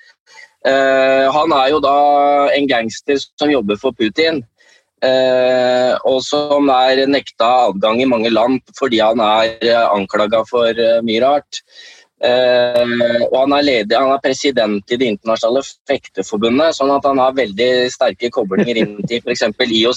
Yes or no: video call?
yes